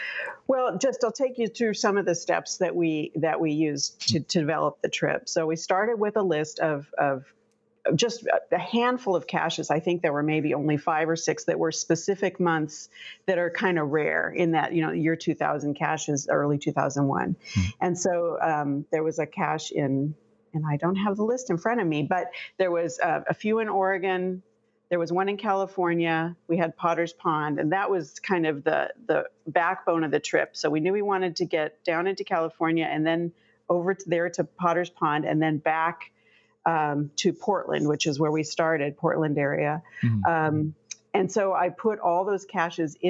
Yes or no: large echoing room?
no